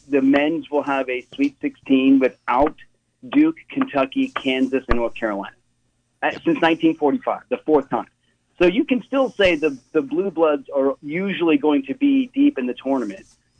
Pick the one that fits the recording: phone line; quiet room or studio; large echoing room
phone line